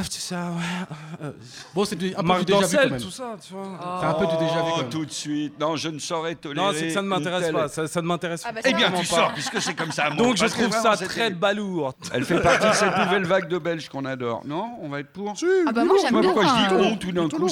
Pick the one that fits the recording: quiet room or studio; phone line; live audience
live audience